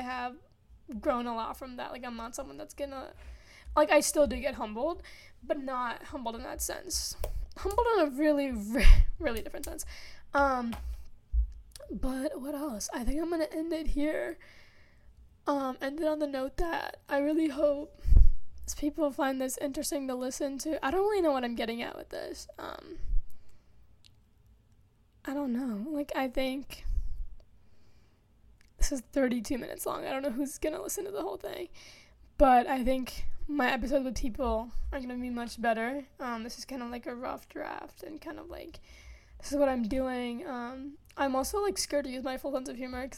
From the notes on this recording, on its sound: Plese ignore if i breathe into my mic or awkward moments.